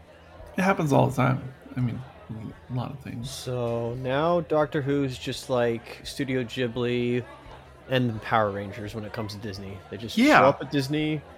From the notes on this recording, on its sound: All and all, it's just another fun day at the bar. This episode was recorded in front of a live bar side audience.